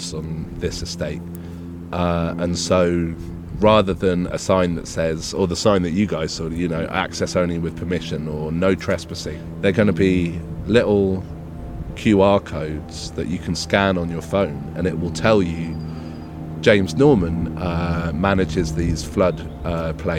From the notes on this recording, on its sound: In A Life More Wild we walk and talk in the countryside with fascinating people.